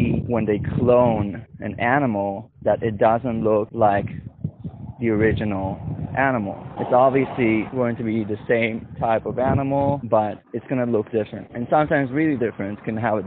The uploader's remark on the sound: Shitty wind ruining my recording.